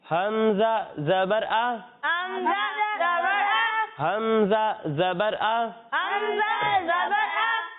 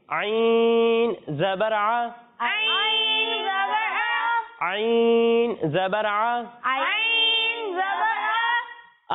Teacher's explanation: جب ہم حمزہ کی ادائیگی کریں گے تو اسے حلق کے نچلے حصے سے پڑھیں گے، اور جب ہم عین کی ادائیگی کریں گے تو اسے حلق کے درمیانے حصے سے پڑھیں گے